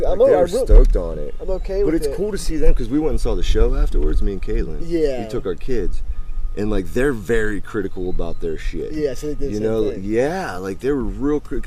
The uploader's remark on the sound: Live from Deep Creek MD 8-29-2018